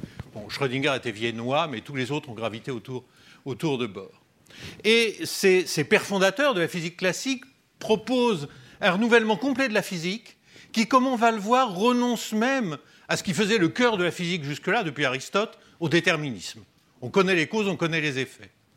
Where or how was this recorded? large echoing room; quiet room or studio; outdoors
large echoing room